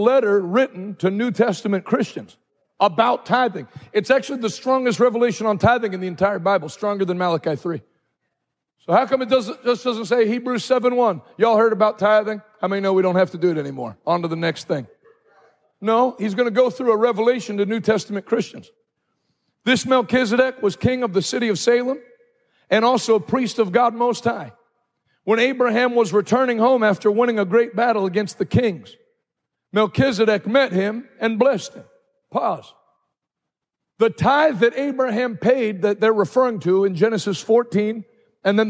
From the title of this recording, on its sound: Live from Hope Church St. Louis Day 2